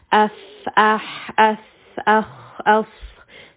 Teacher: So you can hear that there's a lot of air when you say these letters. · Term: hams